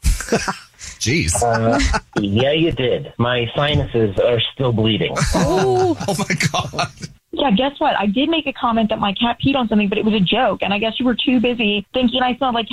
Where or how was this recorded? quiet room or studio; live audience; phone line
phone line